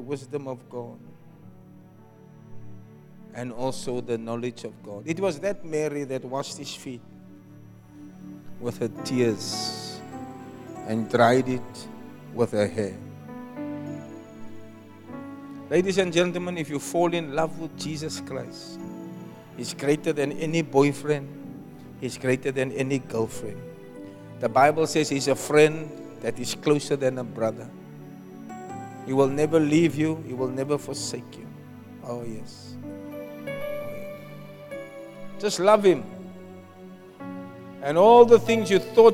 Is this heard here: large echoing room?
yes